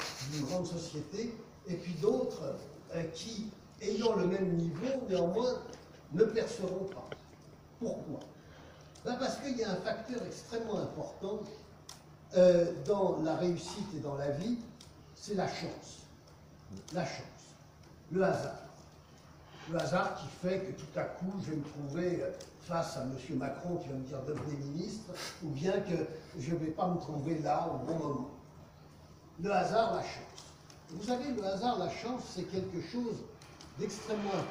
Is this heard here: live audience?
yes